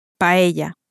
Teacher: two L's in Spanish are always pronounced as a sort of y sound, a bit like a Y in English in the word yes, a sort of y.